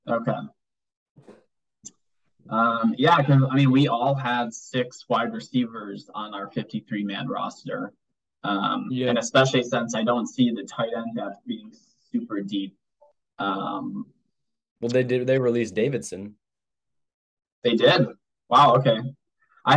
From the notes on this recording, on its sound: First episode recorded via zoom.